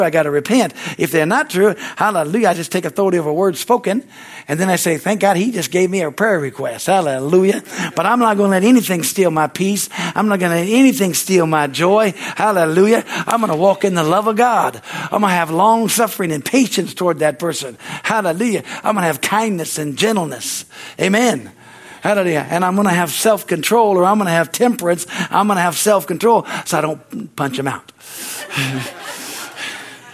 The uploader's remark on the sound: From the Wednesday service on September 20, 2023 at Harvest Bible Church in Stockton, California. Is from the Wednesday service.